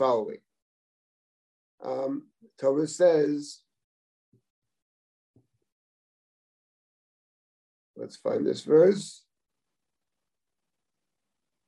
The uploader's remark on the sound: This audio was originally captured from Zoom on 12/07/2021 as part of Drisha's Fall Zman.